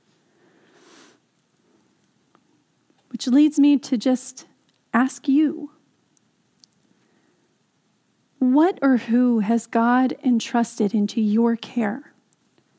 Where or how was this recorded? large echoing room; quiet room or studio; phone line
large echoing room